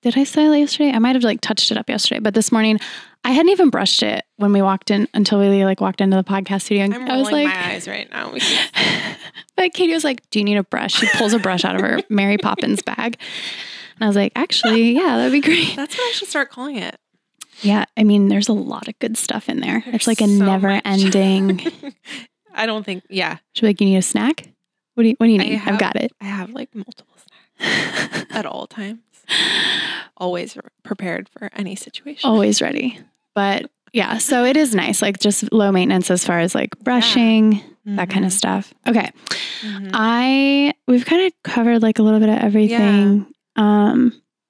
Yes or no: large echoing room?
no